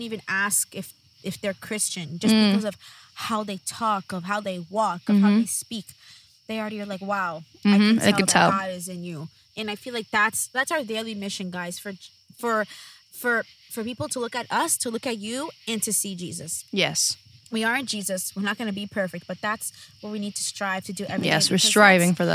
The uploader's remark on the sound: sit outside in their makeshift table